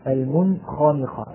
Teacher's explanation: فإذا قلت لكم المنخانقة، الصغير مثلا النون مع الخاء، المنخانقة، النون تخرج من أين؟ من طرف اللسان، والخاء تخرج من الحلق، من أدنى الحلق